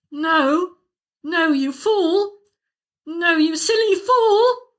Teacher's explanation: Okay, so all of the notes now are further up between the two lines. So the final note of each phrase is almost touching the top line, but all the words in general are higher up. · Term: high rise